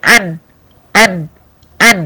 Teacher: لساني مع اللثة بتاعت الاسنان، ده مخرج النون، زائد مخرج خيشومي، الخيشوم بيشترك فيها يعني بيحصل فيه غنة معايا وانا بنطق النون